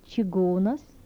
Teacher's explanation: Alveolar palatal affricates without palatalization.